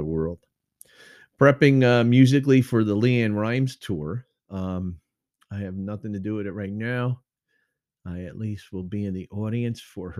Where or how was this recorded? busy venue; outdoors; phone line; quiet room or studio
quiet room or studio